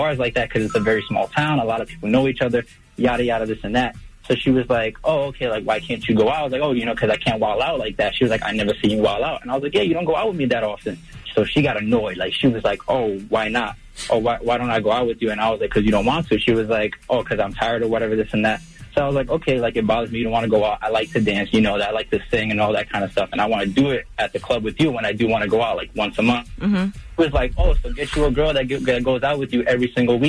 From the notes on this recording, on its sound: We opened up the phone lines for people in need of relationship advice.